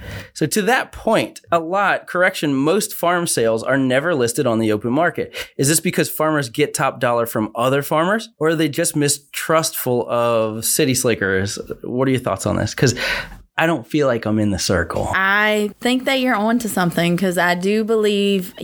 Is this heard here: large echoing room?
no